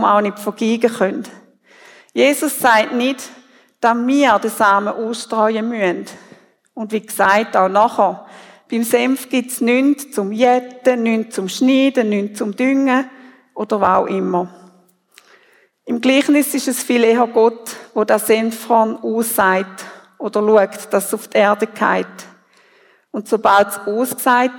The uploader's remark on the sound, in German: Predigt Loehningen. Familiengottesdienst zu Erntedank 2023.